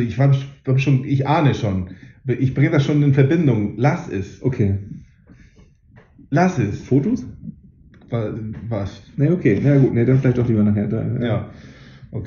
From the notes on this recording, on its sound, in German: Sorry für den Sound. Irgendwas ist schiefer gelaufen als sonst. Beim testen hörte es sich nicht so an, wie am Ende.